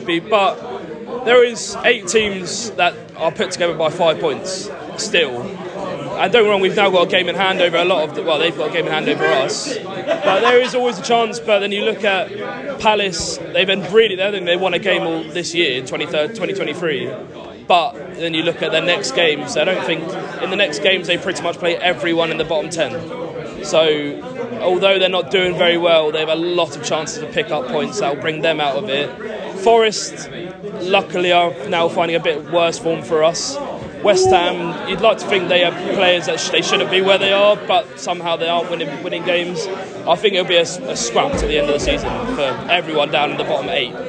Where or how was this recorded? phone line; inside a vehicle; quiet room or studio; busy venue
busy venue